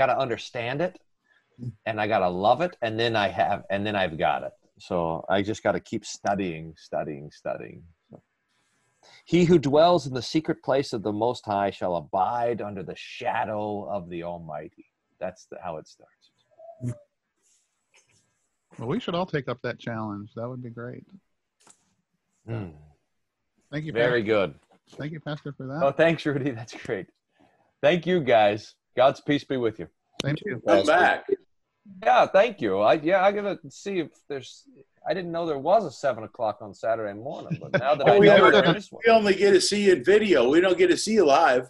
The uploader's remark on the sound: ZOOM recorded Bible Classes